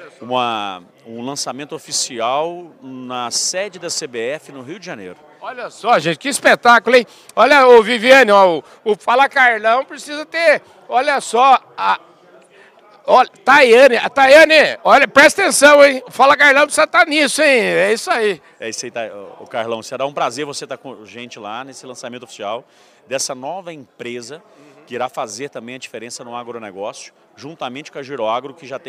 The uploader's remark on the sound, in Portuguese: Prosa gravada durante o ENCA 23, o celebrado Encontro Nacional das Cooperativas Agropecuárias, que está acontecendo aqui em Campinas.